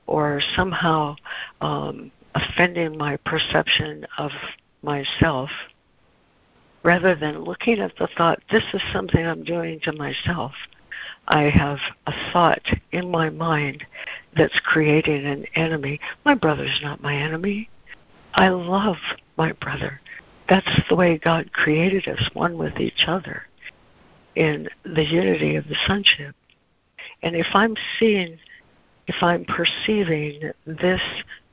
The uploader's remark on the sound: ACIM Daily Conference Call